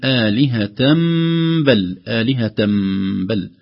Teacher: نون التنوين التي تظهر في آخر الأسماء دائما لا تكتب، تنطق فقط، لكن هنا نطقها سيصبح حرف ميم، فنقول آلهة بل آلهة بل، طبعا عند الوصل فقط. · Term: إقلاب